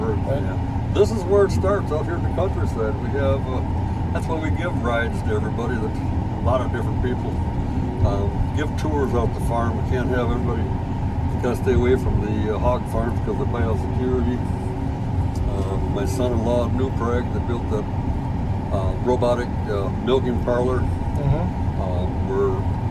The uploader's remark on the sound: take the show to Estrem Farms outside of Nerstrand, Minnesota